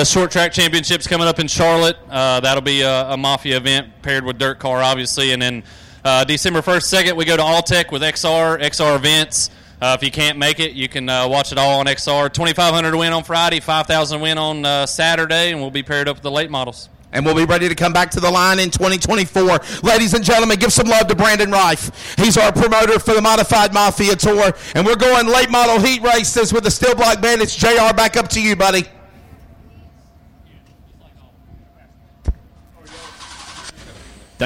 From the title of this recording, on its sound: LIVE Audiocast Coverage from County Line Raceway